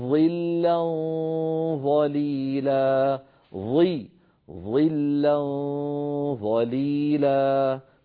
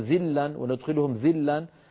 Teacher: الظاء هنا مكسورة ولكن كسرها لا يمنع من تفخيمها، يضعف التفخيم ولكن لا يلغيه فتبقى مفخمة · Shown in: first take